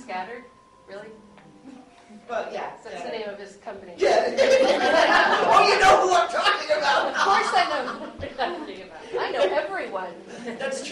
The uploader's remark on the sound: The rest is the panel “Tell Your Story through Audio Drama” that was held at Geek Girl Con, here in Seattle Wa.